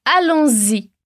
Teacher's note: A liaison entre as duas palavras com o som de z.